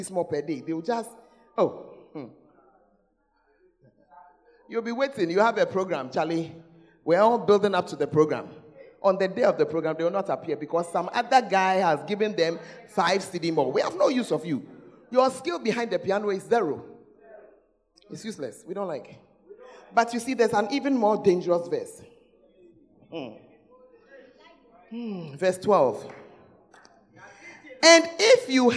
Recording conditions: large echoing room